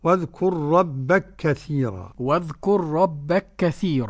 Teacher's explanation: قرأ السوسي بالإضغام، إضغام الكاف في الكاف · Term: إضغام مثلين